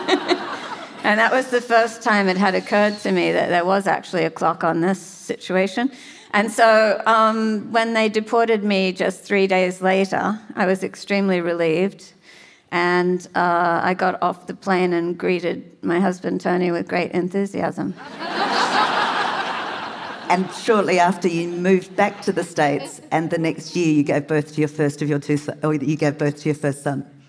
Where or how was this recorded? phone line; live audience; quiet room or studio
live audience